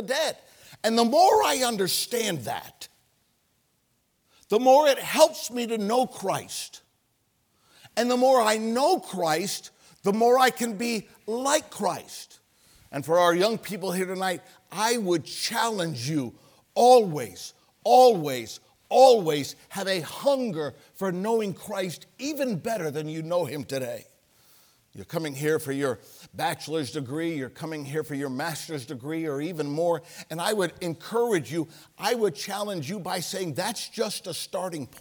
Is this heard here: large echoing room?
yes